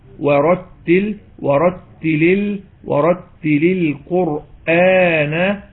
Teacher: الراء المفخمة في ورتل، والواو المرققة في ورتل